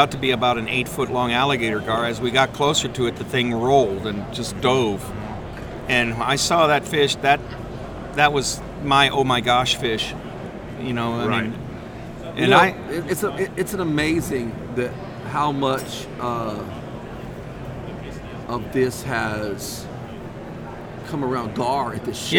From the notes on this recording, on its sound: Live from the Houston Fishing Show. This podcast was recorded live at the fishing show in the middle of the action.